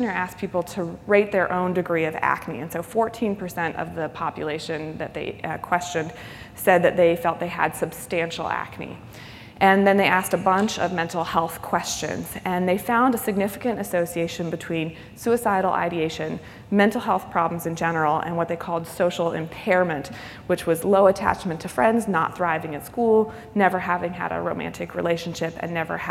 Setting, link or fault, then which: setting, large echoing room